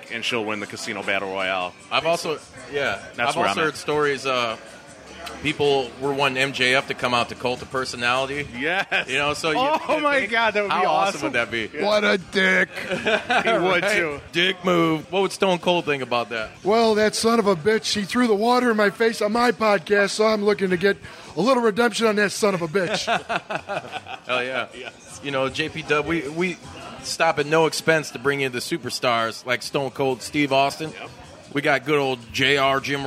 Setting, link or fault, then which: setting, busy venue